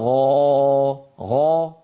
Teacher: فالغين مستعلية لكن ما فيها انحصار